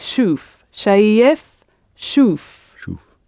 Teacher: The sound in the middle is morphing. You can hear sh quite clearly at the beginning and f quite clearly at the end, but you can't hear the middle so clear.